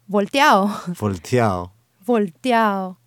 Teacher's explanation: when we're speaking quickly, it's not uncommon to kind of drop that letter D in the ending